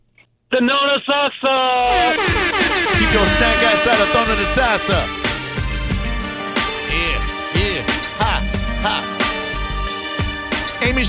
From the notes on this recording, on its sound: We had to call her about it! Live Clip of the Day.